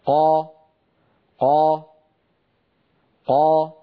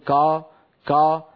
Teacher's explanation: الإنسان العربي كان إذا نطق القاف انضغط صوتها إلى أعلى الفم · Shown in: first take · قا قا قا، هكذا نطق القاف العربية الفصيحة.